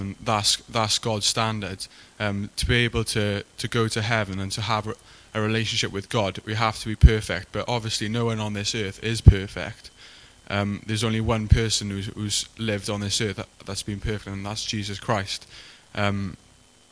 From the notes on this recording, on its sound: A recording of part of the Acoustic Music night held in clifton, organised by the University of Bristol christian Union